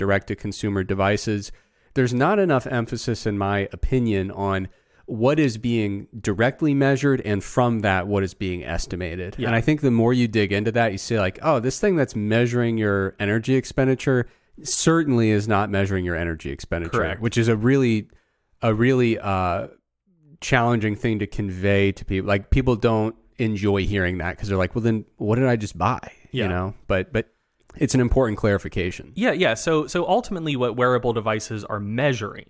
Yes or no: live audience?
no